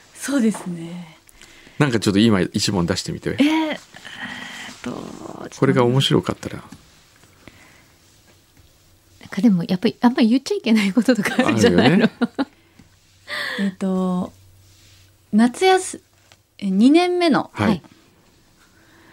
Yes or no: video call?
no